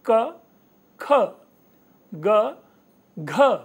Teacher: स्पष्ट रूप से जो दूसरा और चौथा वर्ण है, ये दोनों पहले और तीसरे वर्ण की अपेक्षा ज्यादा भारी लग रहा है। आप सुने एक बार फिर से, क ख ग घ, यानी दोनों जो दूसरा और चौथा है उसमें आपको श्रम ज्यादा करना पड़ रहा है और उसमें हमारे प्राण, हमारे जो सांस हैं, हमारी जो वायु है वो ज्यादा निकल रहा होता है। · Term: महाप्राण